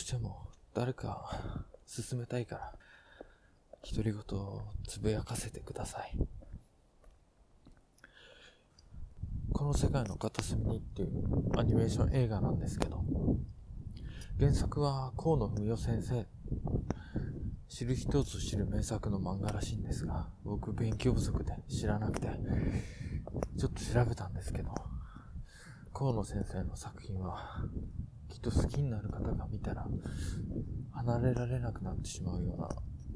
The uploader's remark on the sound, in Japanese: 歩きながら録ったので風の音などの雑音あります。